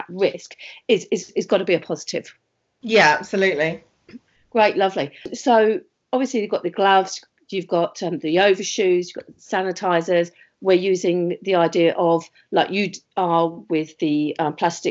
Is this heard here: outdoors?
no